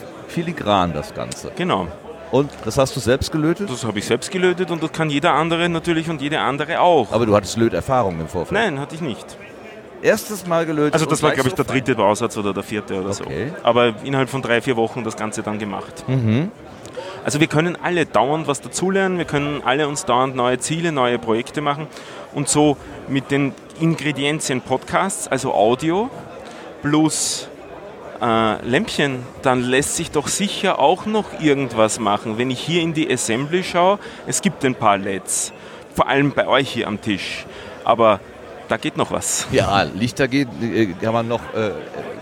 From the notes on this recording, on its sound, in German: SEG042 34C3 - Tag 3. Technischer Hinweis: Das Rohmaterial wurde versuchsweise mit unterschiedlichen auphonic-Varianten nachbearbeitet. Letztlich ist aber auch dieser “Soundveredler” an seine Grenzen gekommen, da die Area einfach sehr, sehr voll mit sehr, sehr lebendigen UND LAUTEN Menschen war.